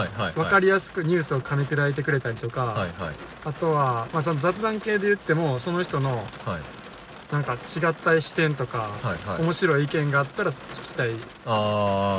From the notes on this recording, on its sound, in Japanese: 車中収録の為、雨の音が入ってますが…一種のBGMだと思ってお聞きください。雨音ASMR仕様。